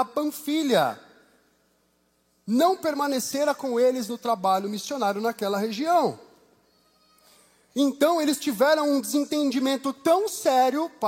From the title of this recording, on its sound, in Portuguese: Culto ao vivo IBMorumbi